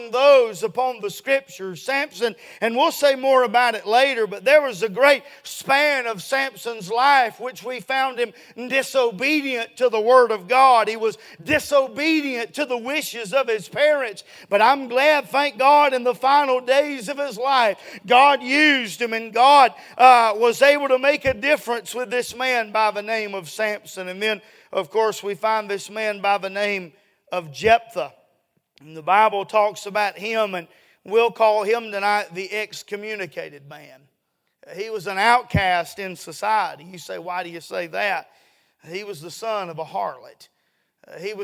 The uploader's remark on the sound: A sermon preached Sunday Evening, on July 2, 2023.